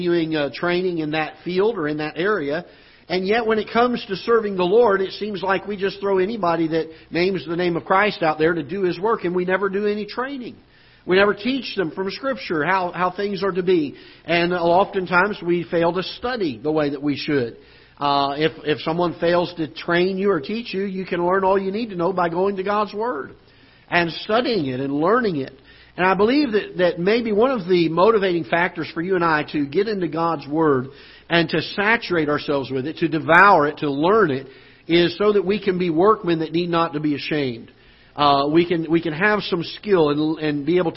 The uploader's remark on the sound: Ketha Heights Baptist Church ~ Live Broadcast